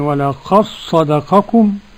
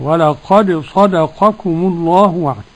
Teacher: قرأ بإدغام الدال في الصاد · Shown in: first take